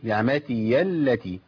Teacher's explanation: مهم قوي بيان الياء، حركة الفتح على الياء